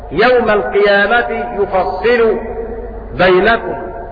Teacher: بضم الياء وتشديد الصاد مكسورة